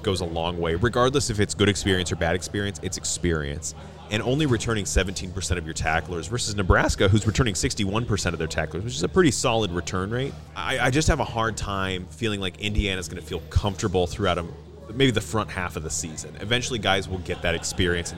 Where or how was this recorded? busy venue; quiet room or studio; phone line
busy venue